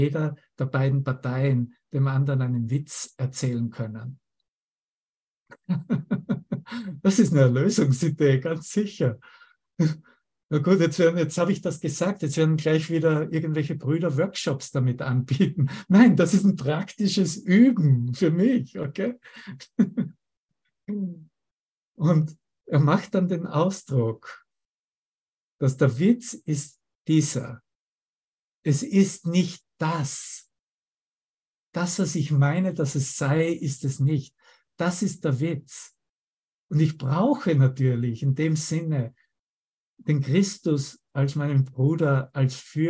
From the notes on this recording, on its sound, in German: Zoom-Session. Veranstaltet von der Aleph Akademie.